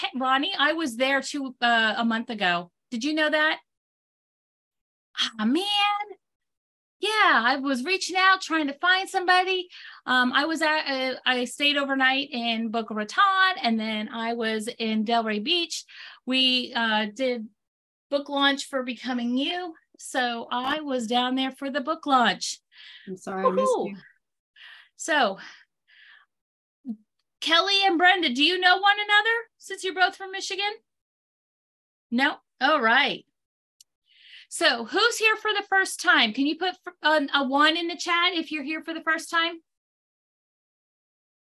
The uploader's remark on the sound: This Pocket Cast is the audio version of a webinar called An Introduction to Dysgraphia. It is uncut.